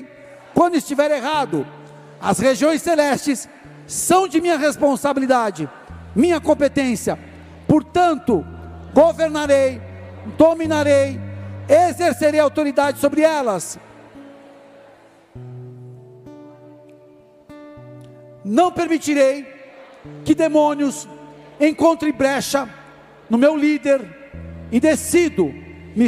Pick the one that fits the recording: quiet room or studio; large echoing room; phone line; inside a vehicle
large echoing room